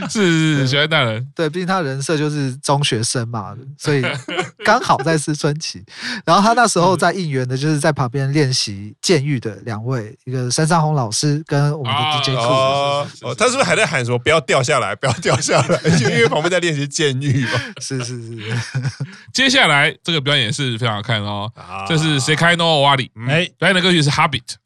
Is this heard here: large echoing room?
no